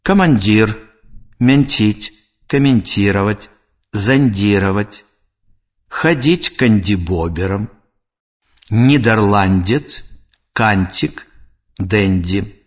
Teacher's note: Санорны зычны «н» перад мяккімі афрыкатамі «дь», «ть» вымаўляецца мякка.